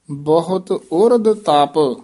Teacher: ਉਰਦ ਦੱਦੇ ਨਾਲ ਨਹੀਂ ਬੋਲਣਾ, ਉਰਦ ਧੱਦੇ ਨਾਲ ਤਪ ਪੋਲਾ ਬੋਲਣਾ।